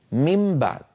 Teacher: لاحظوا بأنني قلبت النون إلى ميم شفوية والباء التي بعدها من الشفتين، فأنا هنا أطبق شفتي على ميم مقلوبة عن نون، يعني كانت من بعد صارت الآن ميم بعد. · Term: القلب